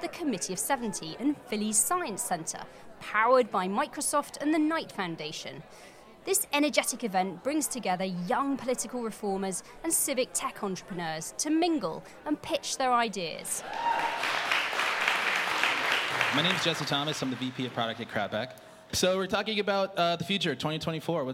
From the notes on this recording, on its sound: Taped at the American Experiments event in Philadelphia on the Democratic National Convention's first day. Civic tech and election reform leaders gathered to compare ideas for improving our politics, while showing off apps and handing out swag to a steady stream of curious voters. Before a lively crowd.